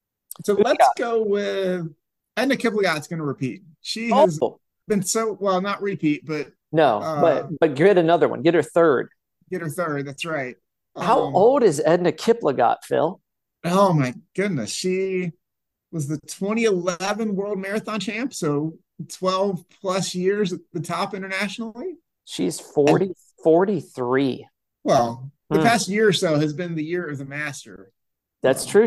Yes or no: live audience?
no